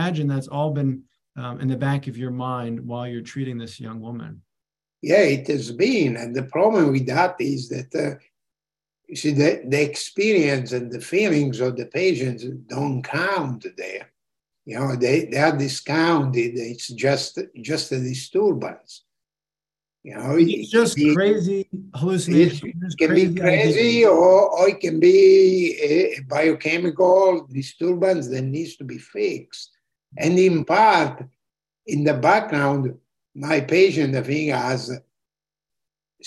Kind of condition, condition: link, video call